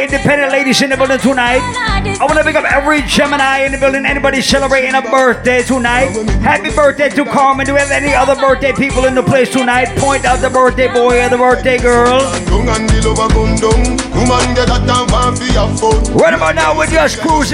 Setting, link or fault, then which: setting, busy venue